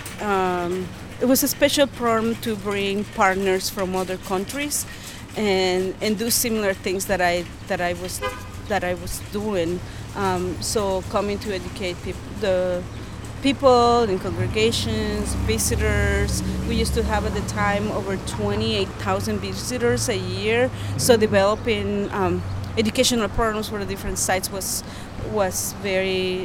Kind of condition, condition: setting, outdoors